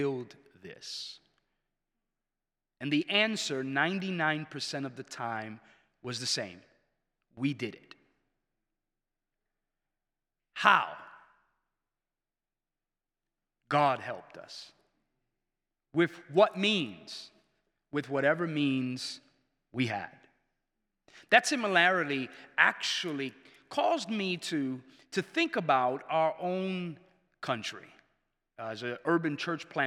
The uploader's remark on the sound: presented by Asbury Seminary Kentucky Chapel, recorded on Thursday, September 21, 2023 at Asbury Theological Seminary's Kentucky campus